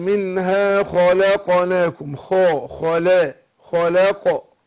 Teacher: يبقى عندنا اللام مرققة وقعت بين مفخمين الخاء والقاف